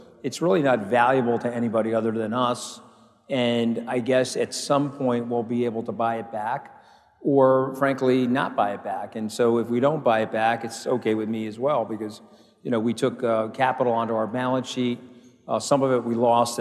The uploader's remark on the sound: A Consensus 2023 panel